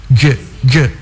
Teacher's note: Kalau huruf jim pantulannya ada di langit-langit bagian tengah.